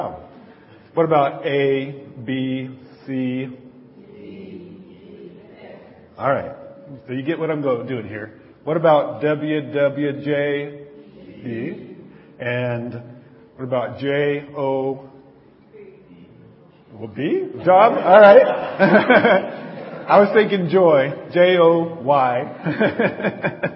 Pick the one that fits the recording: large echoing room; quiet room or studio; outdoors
large echoing room